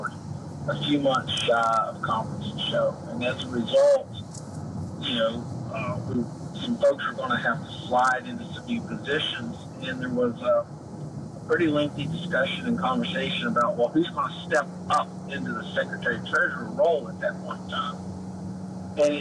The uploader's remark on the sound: a recap call on the daylong drive back to Ohio